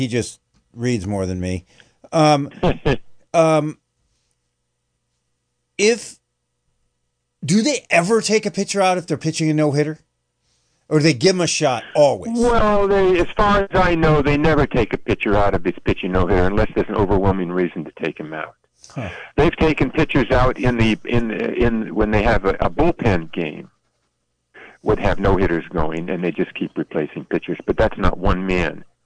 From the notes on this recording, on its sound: an hour of community call ins